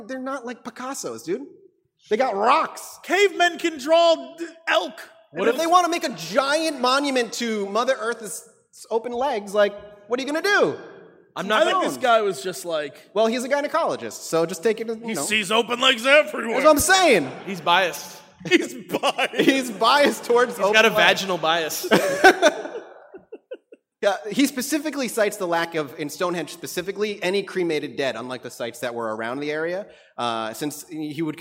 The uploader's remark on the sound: LIVE At CoxCon 2019!